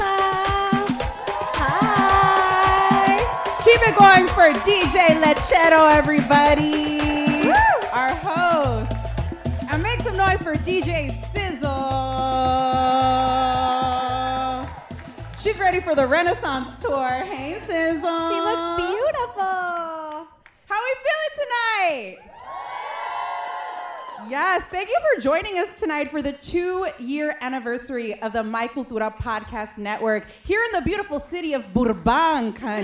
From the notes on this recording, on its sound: For My Cultura's Two Year Anniversary Live Show.